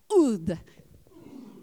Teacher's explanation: we have this phoneme called an ayin, which means you really punch it like you're … or you're coughing.